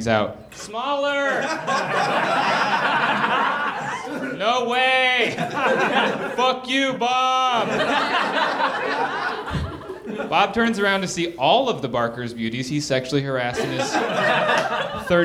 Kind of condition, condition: setting, live audience